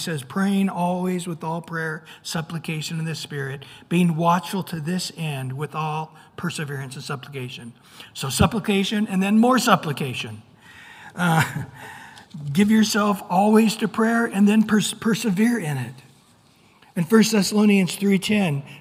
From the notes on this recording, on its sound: Recorded at Calvary Chapel of Los Alamitos on Aug 23 2023 on Wednesday evening sermon.